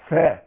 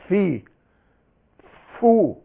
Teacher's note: قلت لكم فاء المخرج، الشفة السفلى مع أصول الثنايا العليا